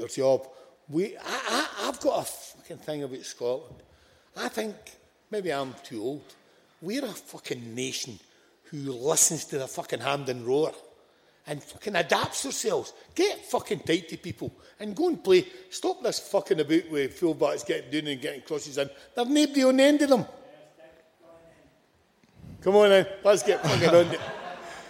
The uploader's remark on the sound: Recorded live at St Luke's in Glasgow